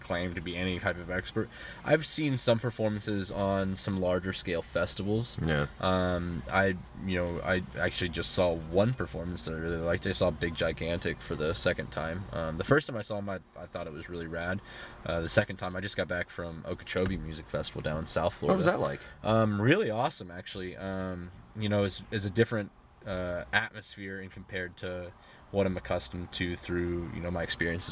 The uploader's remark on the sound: from the Paradise Inn on Pensacola Beach